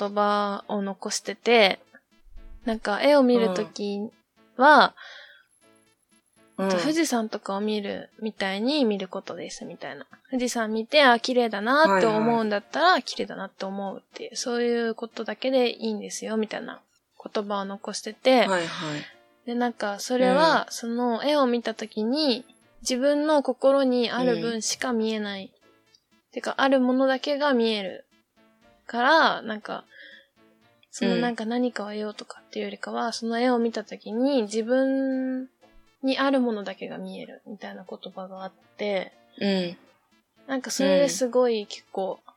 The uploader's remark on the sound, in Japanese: 新しい収録の機械にチャレンジして失敗しました！途中で爆音が入ります。お聞き苦しいですがどうぞ。